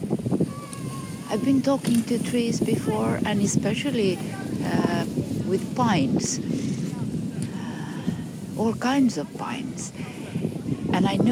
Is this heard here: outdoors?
yes